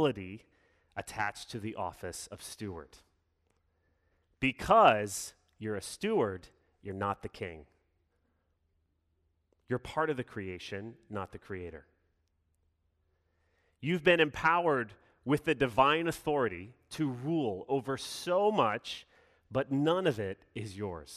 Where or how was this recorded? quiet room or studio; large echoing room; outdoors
large echoing room